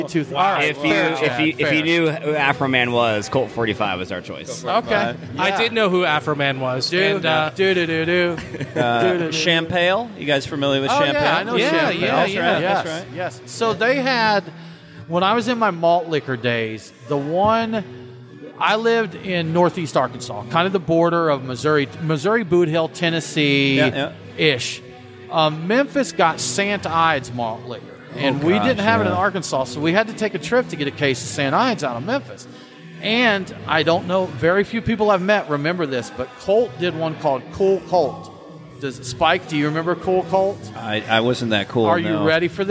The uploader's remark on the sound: Live from Terrapin Brewery. We hung out with the crew at Terrapin Brewery Atlanta for the Live at the Battery beer fest.